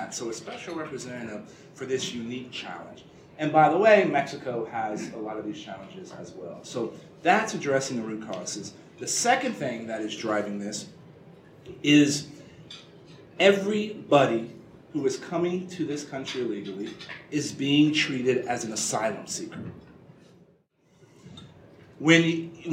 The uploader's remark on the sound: WASHINGTON, DC. In remarks Wednesday morning before a breakfast meeting of The Ripon Society.